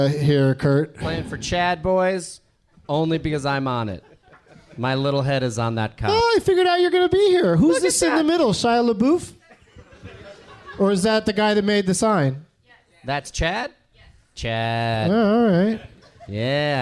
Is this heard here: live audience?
yes